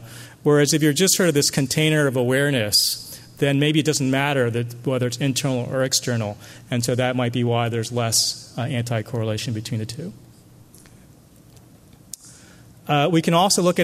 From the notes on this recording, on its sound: as part of the Tibetan Medicine Conference on Mind-Body Health held at Harvard in October, 2017